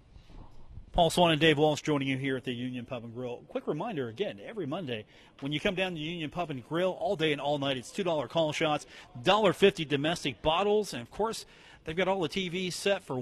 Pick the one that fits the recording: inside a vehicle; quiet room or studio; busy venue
busy venue